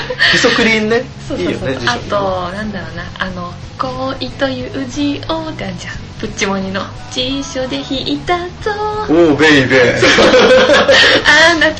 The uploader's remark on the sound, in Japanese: USTREAMの規約変更に伴い日常改善TVのアーカイブが削除されてしまうことになりました。このPodcastで日常改善TVの一部を移植し紹介することとしました。音声が汚かったりとアナログ感があるのですがそこは目をつぶってください。